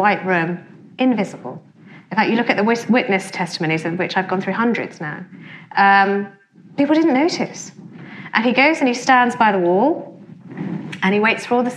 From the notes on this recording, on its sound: a talk she delivered at our 2019 BBC History Magazine History Weekend in Winchester